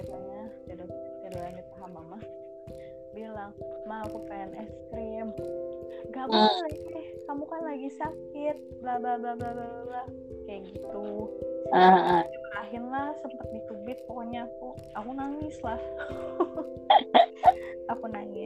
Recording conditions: poor sound quality